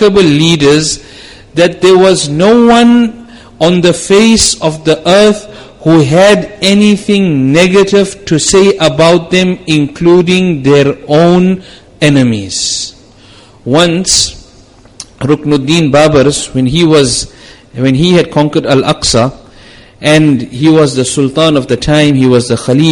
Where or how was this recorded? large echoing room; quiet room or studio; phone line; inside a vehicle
large echoing room